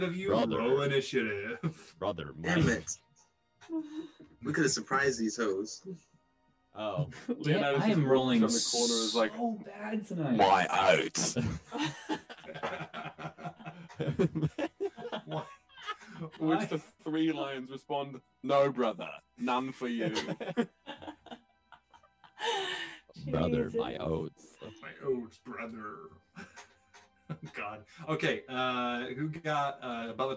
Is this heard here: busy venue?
no